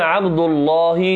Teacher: عند حفص وقالون يفخم في كلمة الله